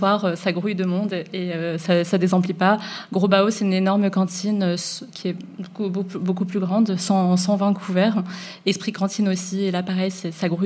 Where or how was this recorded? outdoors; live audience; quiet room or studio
live audience